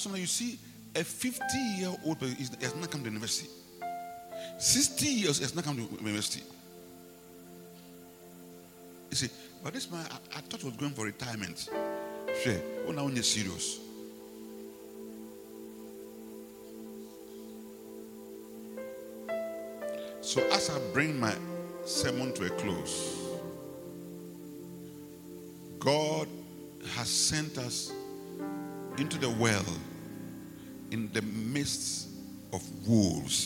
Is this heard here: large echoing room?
yes